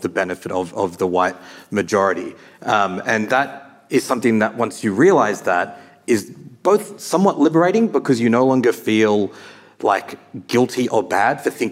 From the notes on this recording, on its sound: Hear from a lively panel of writers and thinkers. This episode was recorded live at the 2023 Sydney Writers’ Festival.